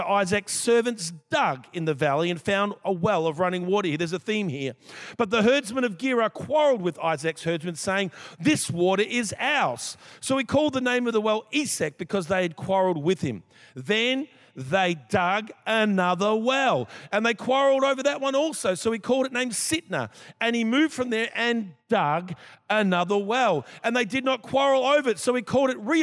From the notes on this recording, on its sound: This was recorded in our 9am service on the 29th of January, 2023